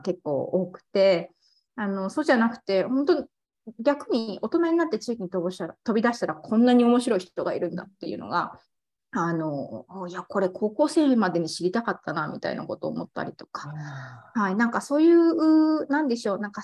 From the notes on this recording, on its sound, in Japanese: 収録場所： オンライン (Zoom)